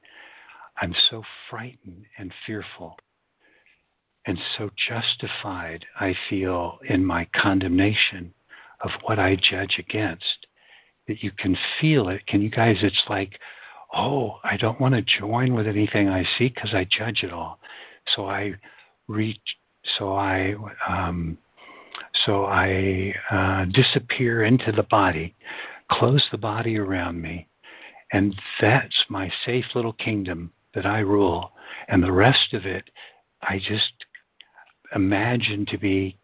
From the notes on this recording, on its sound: ACIM Daily Conference Call